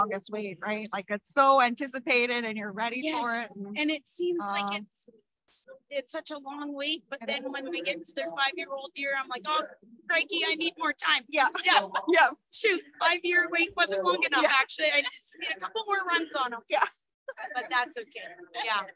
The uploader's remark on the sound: 2022 Manitoba Barrel Racing Finals Youth. Joined us for live interviews at the event.